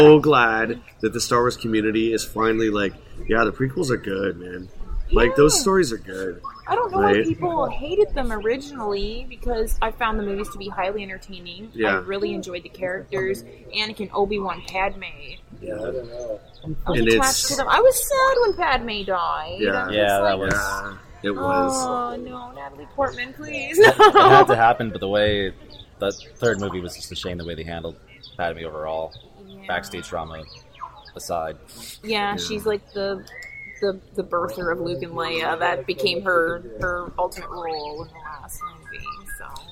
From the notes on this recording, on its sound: It's our first live show! Recorded during Star Wars Day at Storybook Gardens, right here in London. The interviews we conducted during Star Wars Day at Storybook Gardens. (The audio may be a little rough at points - bear with us as we work out the kinks of recording live!).